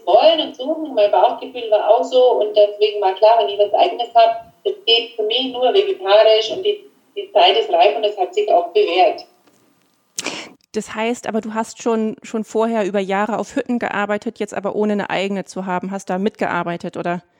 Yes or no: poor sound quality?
yes